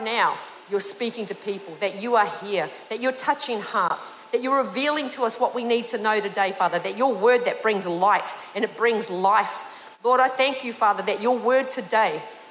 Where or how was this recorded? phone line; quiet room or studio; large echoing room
large echoing room